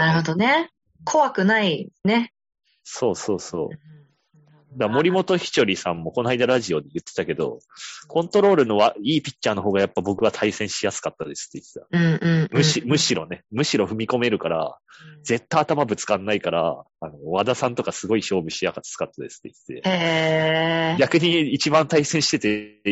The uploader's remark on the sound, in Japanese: ZOOM収録なのでお聞き苦しい箇所もあるかもしれませんがご容赦を！回線悪かった～！